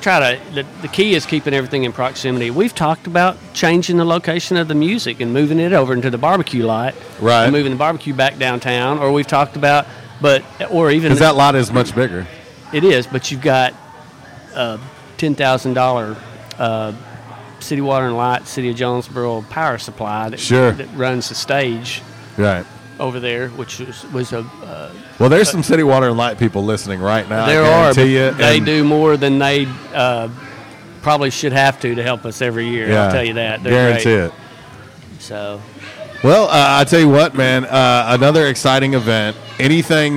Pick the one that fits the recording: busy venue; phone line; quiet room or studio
busy venue